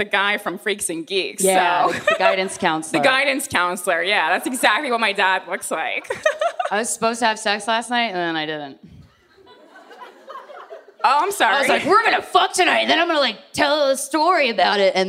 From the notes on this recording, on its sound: TODAY'S EPISODE WAS RECORDED LIVE IN FRONT OF A #FUCKER AUDIENCE AT THE JUST FOR LAUGHS FESTIVAL IN MONTREAL, CANADA!